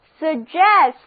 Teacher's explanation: 字母组合 GG 读作 G，重音放在第二个音节上，这个单词就读作 suggest。我们一起来联想， SUG 是下， gest 是运送，那么从下面送上来的多半是意见，所以 suggest 就是建议、暗示。例如，我建议你每天做运动，就是 I suggest you do sports every day.